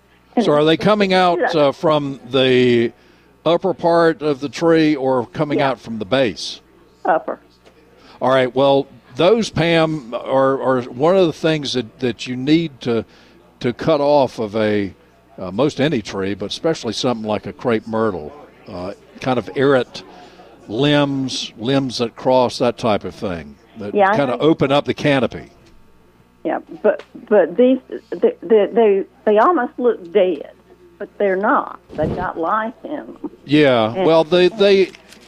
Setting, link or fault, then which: setting, busy venue